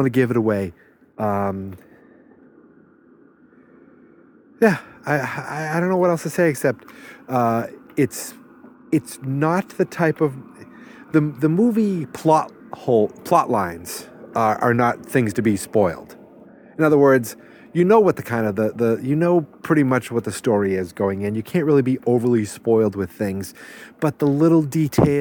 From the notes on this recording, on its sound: I went on the back deck, and yes it's freezing out, and hit record.